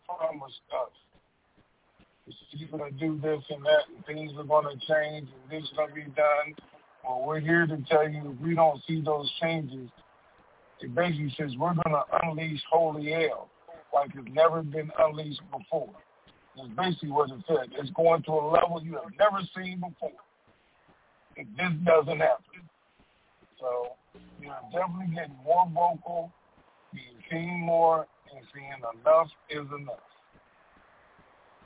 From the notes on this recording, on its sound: TNTSuperfantastic Conference Call.